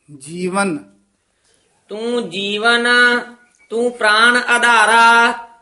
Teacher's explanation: ਜੀਵਨ ਨੰਨਾ ਨਾਸਕੀ ਹੈ। ਤੂੰ ਜੀਵਨ ਤੂੰ ਪ੍ਰਾਣ ਆਧਾਰਾ, ਤੂੰ ਜੀ ਤੇ ਵੀ ਬਿੰਦੀ ਲਾ ਦਿੱਤੀ ਹੈ।